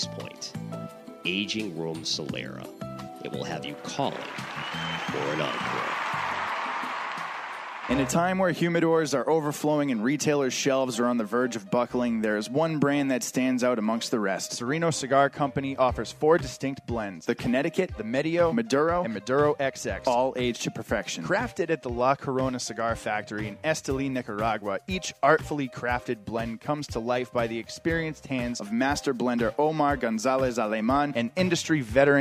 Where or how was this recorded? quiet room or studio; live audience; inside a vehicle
live audience